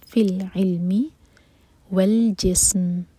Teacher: میم کو سکون دیں گے تو سین پر جھٹکا نہ آئے اور میم کا مخرج ادا ہو